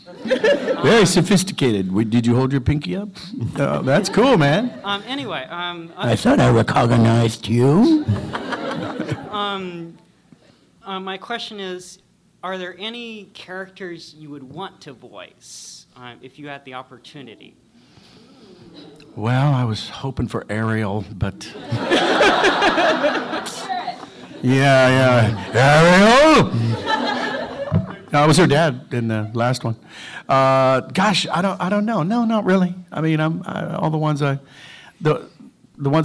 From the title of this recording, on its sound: Panel From Pensacon 2016